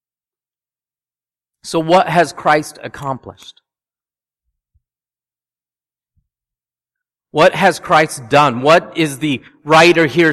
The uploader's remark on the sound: at Restoration Road Church in Wakefield, Massachusetts